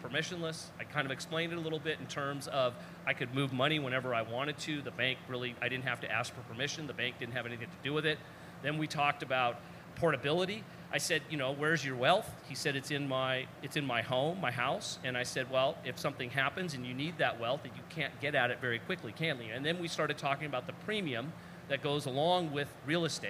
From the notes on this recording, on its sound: For Café Bitcoin Live at Pacific Bitcoin!